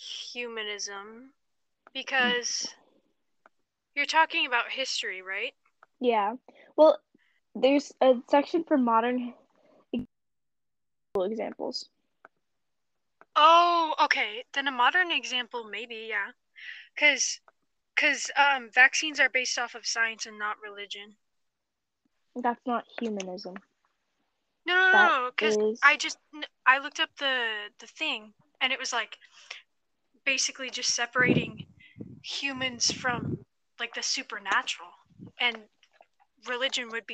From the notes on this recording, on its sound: thats sounds so bad